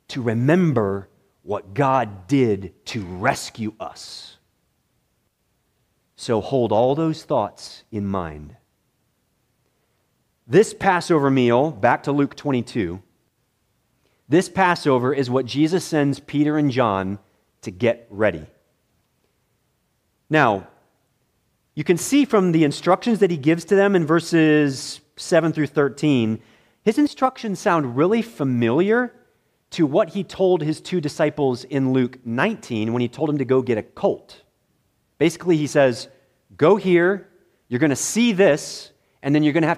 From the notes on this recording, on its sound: preached in the morning worship service at Bethany Baptist Church